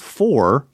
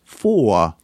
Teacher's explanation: When final, the R often entirely disappears so that the word for, F-O-U-R, rhymes with law, L-A-W. · Shown in: second take · Term: not pronounced